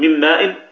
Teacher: فتدغم النون في الميم فيصير النطق بميم مشددة · Term: إدغاما صغيرا